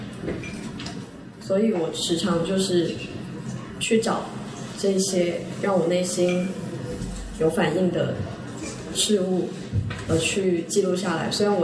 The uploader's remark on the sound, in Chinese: 本期为展览「素描之间」开幕对谈的现场录音。操作失误导致的质量不佳，还请理解。